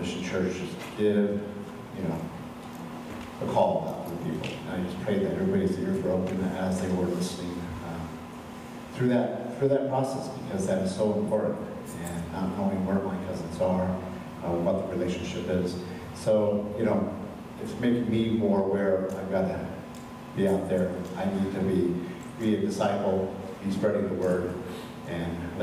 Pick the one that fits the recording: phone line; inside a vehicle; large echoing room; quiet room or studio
large echoing room